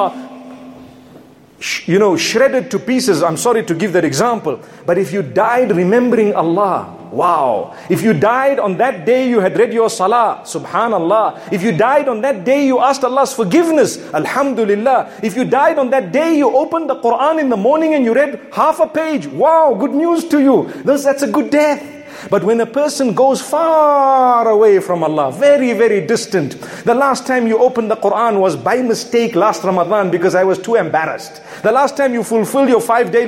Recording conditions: large echoing room